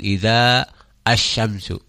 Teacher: awasan mad nya eta awasanna dipanjangkeun · Term: mad asli